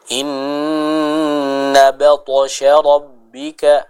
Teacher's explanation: Adapun yang pertama tadi pada kata batasya, maka dia dihukumi sebagai qalqalah sughra, sehingga ketika kita membaca qalqalah sughra tersebut pada kata baltosh ya, pantulan dari bacaan huruf ta itu tidak boleh memutus aliran suara dari bacaan kita